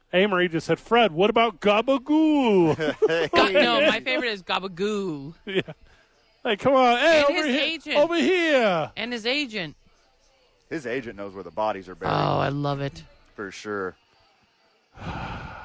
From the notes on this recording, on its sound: live from ABQ AXE